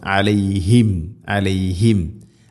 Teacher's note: സുക്കൂനുള്ള മീമിന് ശേഷം വ വന്നാൽ രണ്ട് ചുണ്ടുകൾ തമ്മിൽ തട്ടിച്ച് മീമിനെ പൂർണ്ണമാക്കണം. അഥവാ മീം ശരിക്കും കംപ്ലീറ്റായിട്ട് ഉച്ചരിക്കണമെങ്കിൽ രണ്ട് ചുണ്ട് തമ്മിൽ തട്ടണം.